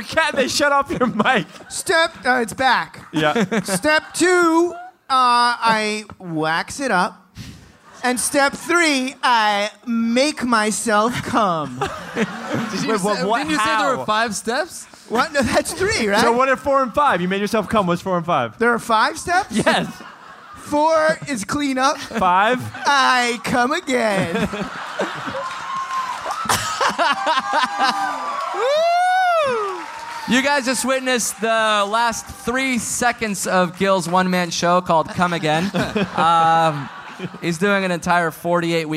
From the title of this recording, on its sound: Live in Austin